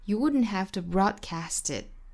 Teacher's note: You wouldn't have to broadcastit，这个 T 的音就不发出来了 · Term: American T